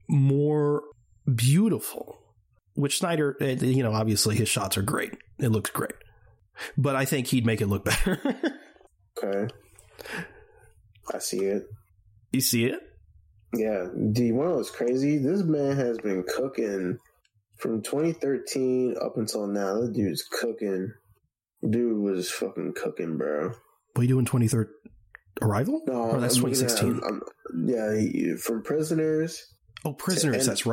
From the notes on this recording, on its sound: Sorry if the audio is weird. Mic decided to reset its settings.